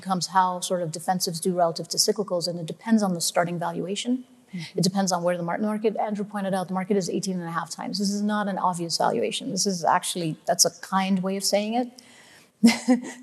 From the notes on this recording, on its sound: On May 11, Fidelity Investments Canada hosted FOCUS2023, a daylong event for advisors. Sessions ran both onstage in Vancouver to a live audience, and from our Toronto studio for a crowd of thousands more online.